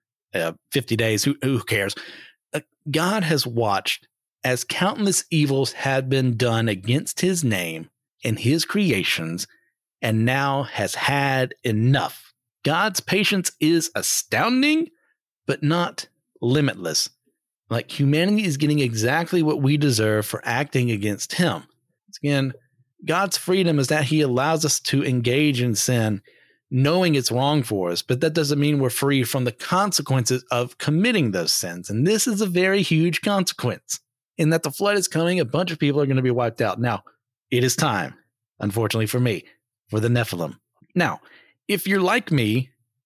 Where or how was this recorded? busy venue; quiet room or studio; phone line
quiet room or studio